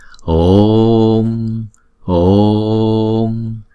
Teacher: Chữ O là hai nhịp, là diphthong, cho nên chúng ta phải kéo dài chữ O trước